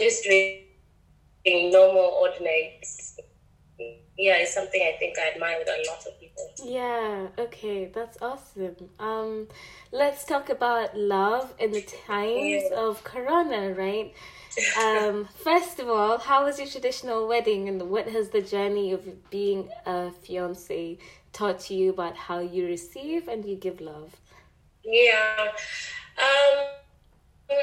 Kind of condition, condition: fault, poor sound quality